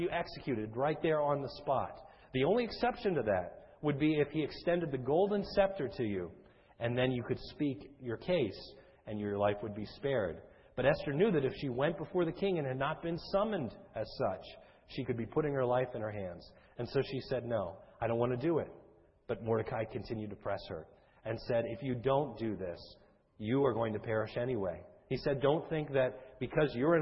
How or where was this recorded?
large echoing room